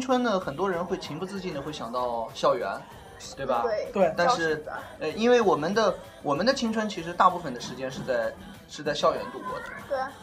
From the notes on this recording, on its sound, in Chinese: 由于场地条件限制，被迫改到咖啡厅，现场效果依旧不理想